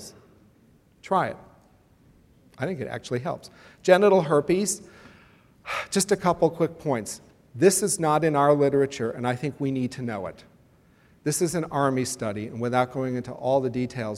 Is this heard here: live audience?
yes